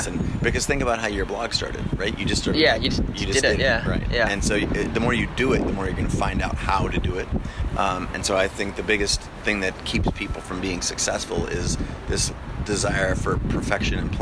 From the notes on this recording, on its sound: This is recorded outside. There’s wind noise and it takes over at times.